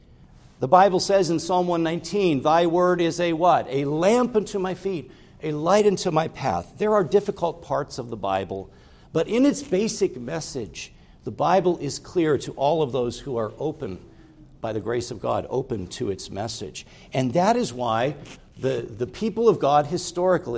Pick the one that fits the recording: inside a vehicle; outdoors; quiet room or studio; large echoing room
large echoing room